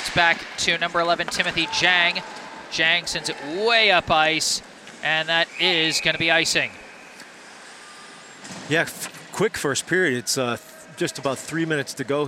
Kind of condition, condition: setting, busy venue